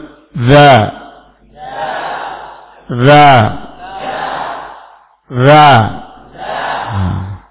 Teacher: punggung ujung lidah bertemu dengan ujung gigi sirah atas.